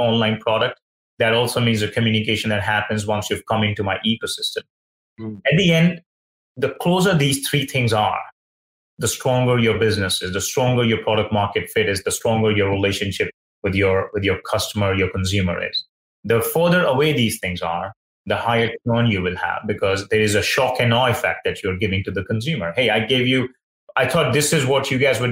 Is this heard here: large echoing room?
no